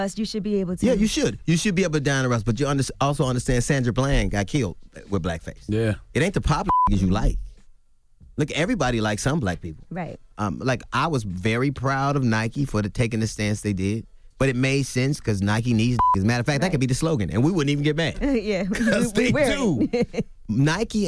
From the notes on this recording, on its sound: open up the phone lines